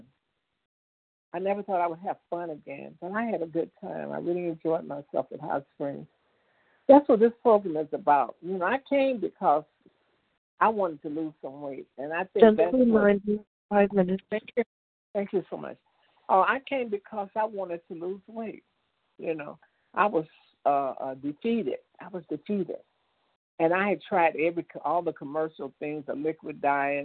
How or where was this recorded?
phone line